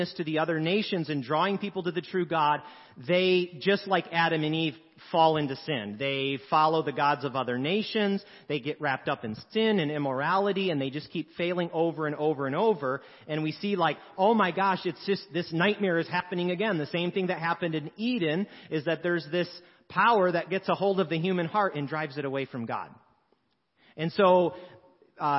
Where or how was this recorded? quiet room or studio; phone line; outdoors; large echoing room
large echoing room